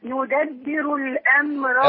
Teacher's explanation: الراء هنا مفخمة. نعم. وليست مرققة. يدبر لأنها مضمومة